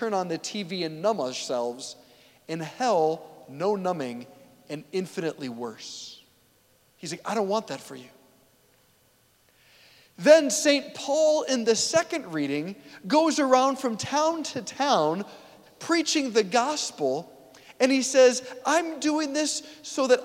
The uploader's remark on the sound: preached this homily on February 4, 2024 at St Basil the Great Catholic Church in Brecksville, OH